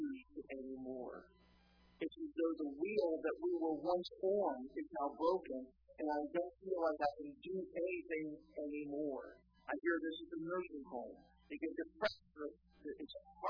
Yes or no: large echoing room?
yes